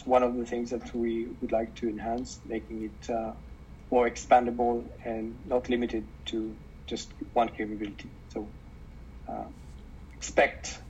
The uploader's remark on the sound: Meeting with Zoom